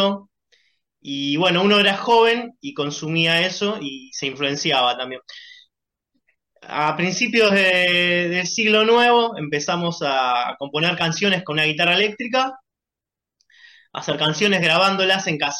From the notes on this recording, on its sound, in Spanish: Charlamos via zoom.